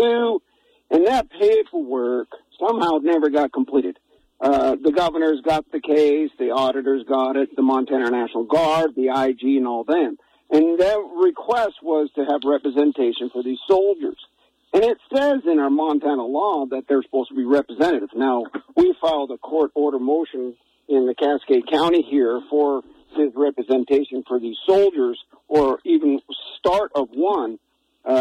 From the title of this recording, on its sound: Open Phone Lines